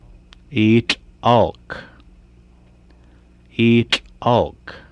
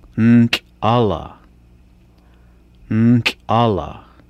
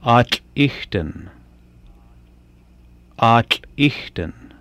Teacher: The hard TL sound is made with the tongue touching the back of the teeth and forming a groove, allowing air out the sides of the tongue with a hushing sound, with the throat made tense and the vocal cords closed, then popping open.